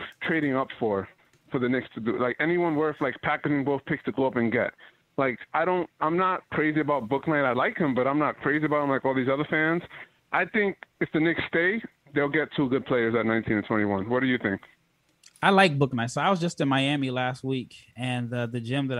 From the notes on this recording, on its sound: Call In Show. They also take phone calls from fans around the world!